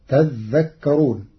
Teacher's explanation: قرأ ورش كلمة تذكرون بتشديد الذال، فتصير تذكرون، فأصلها تتذكرون، فأدغمت التاء في الذال بعد إبدالها ذالا.